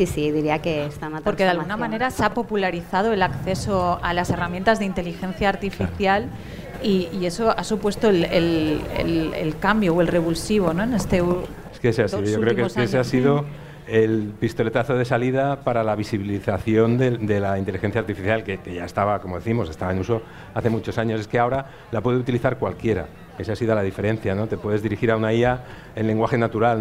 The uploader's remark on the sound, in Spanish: Grabado en directo desde la 56ª edición del Festival de Cine Fantástico Sitges. Desde la King Kong Area del Festival.